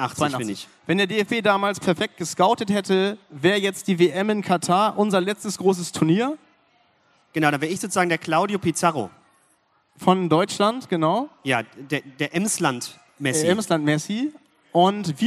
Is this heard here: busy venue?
yes